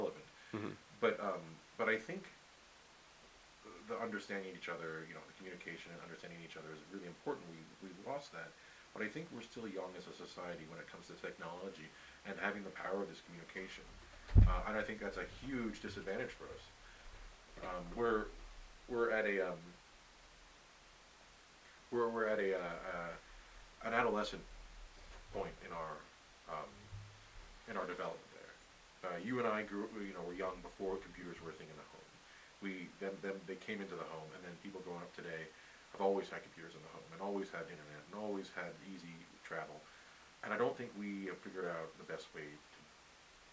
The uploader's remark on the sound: Forgive the hiss on this episode. I am just figuring out audacity and failed to create a proper noise profile before hitting record.